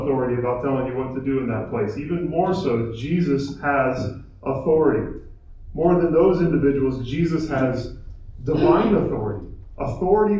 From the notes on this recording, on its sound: Our apologies for the poor audio quality of this recording.